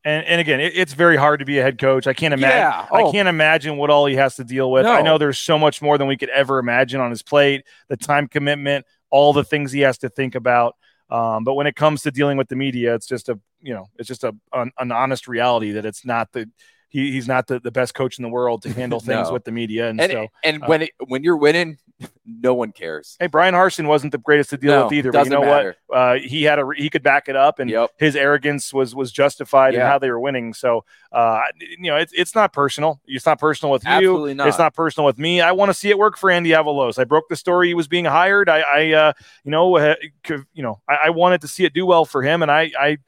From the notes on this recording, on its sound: are at The James Kitchen and Bar